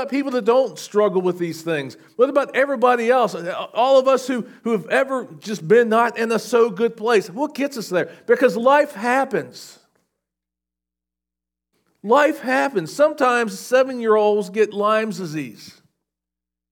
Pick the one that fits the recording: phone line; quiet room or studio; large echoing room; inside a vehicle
large echoing room